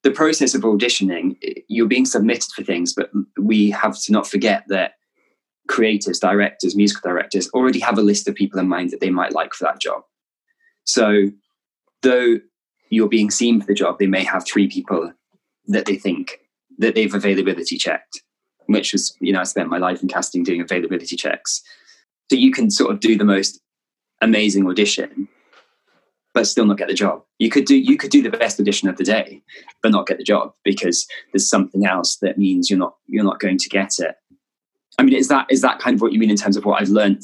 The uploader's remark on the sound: This was recorded in early May 2020 over zoom.